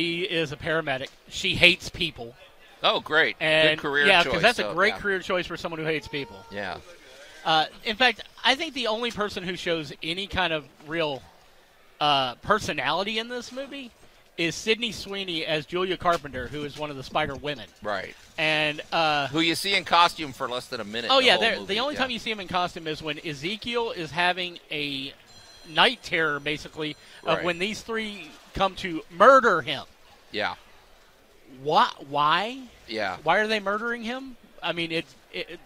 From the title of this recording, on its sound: Live From The Agricenter